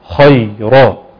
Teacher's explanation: ما ينفعش ارقق الخاء لازم اقراها مفخمه واقول خيرا لان كمان الياء كمان وقعت بين مفخمين، بين الخاء المفخمه تفخيم عالي وحركه بفتح في المرتبه الثانيه، وراء مفخمه.